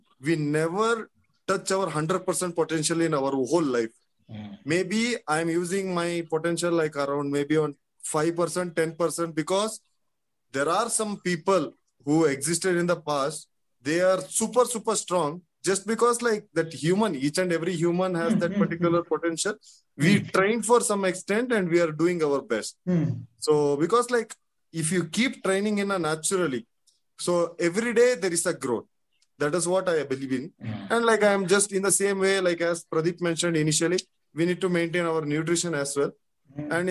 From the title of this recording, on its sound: Audio recording of the video conversation